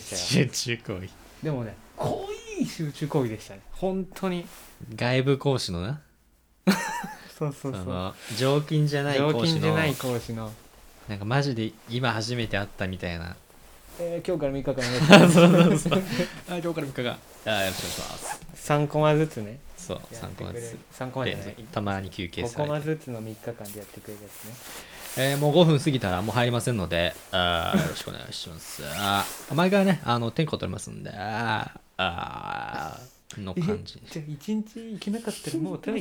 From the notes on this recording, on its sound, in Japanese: 初回配信となっているため音声が聞き取り辛い場合があります。